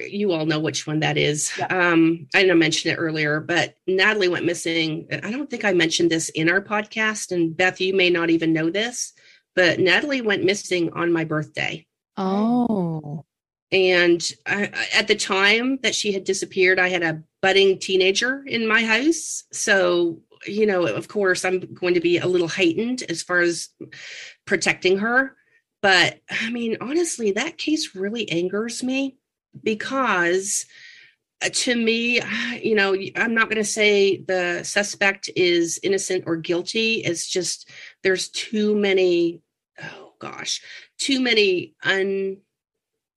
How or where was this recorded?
video call